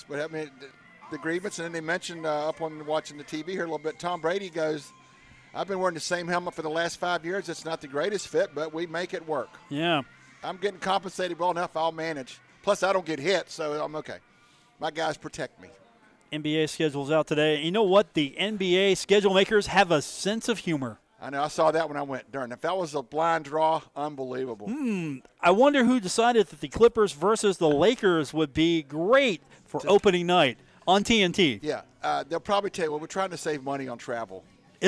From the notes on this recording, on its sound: Broadcast live from The Union Pub and Grill for the Monday edition of the show.